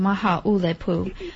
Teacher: It's maha ulepu with the accent on the U. The makron is on the U.